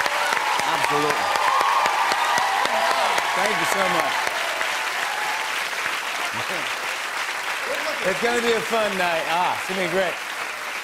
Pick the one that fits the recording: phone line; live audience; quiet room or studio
live audience